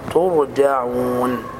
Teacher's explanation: ترجعون الراء ساكنة مفخمة لوقوعها بعد حرف المضموم